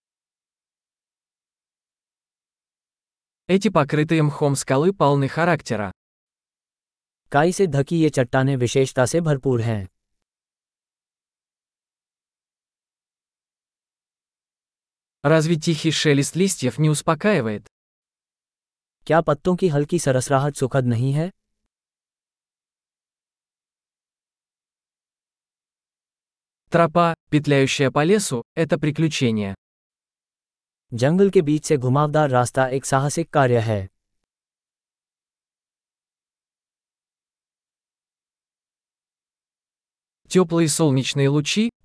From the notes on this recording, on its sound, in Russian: Шум журчания ручья оказывает лечебное воздействие. Панорама с этой вершины холма захватывает дух.